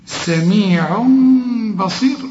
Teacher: بيقول لك اقلب التنوين لميم واخفيه، سميع بصير ما تضمش شفافك. · Term: إقلاب